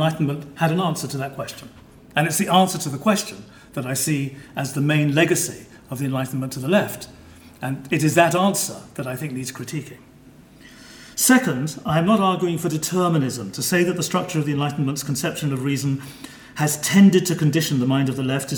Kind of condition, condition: setting, large echoing room